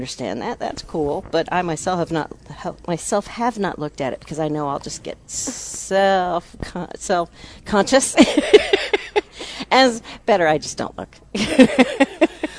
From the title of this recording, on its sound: Plant Experts Live at Prairie Gardens 5-15-21